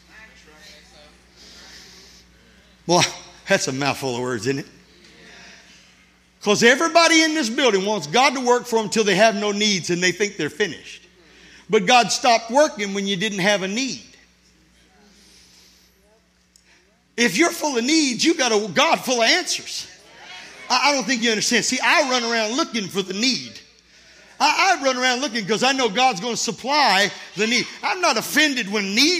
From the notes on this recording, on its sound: This sermon was recorded at Family Worship Center in Florence, SC